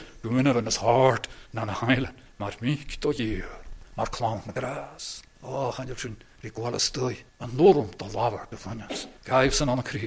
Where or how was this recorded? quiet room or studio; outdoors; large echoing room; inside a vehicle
large echoing room